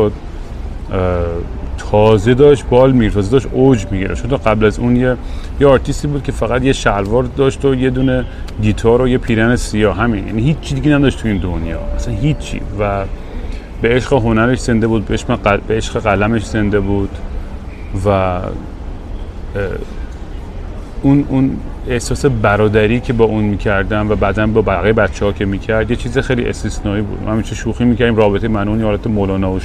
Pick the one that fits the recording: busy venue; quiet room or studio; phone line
busy venue